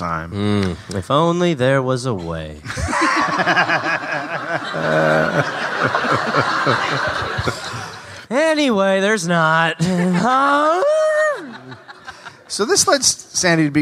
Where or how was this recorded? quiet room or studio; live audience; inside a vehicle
live audience